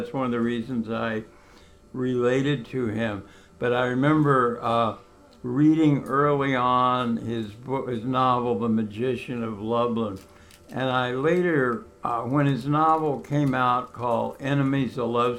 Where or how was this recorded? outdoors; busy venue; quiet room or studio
busy venue